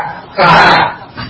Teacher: K, dia di pangkal lidah dengan langit-langit.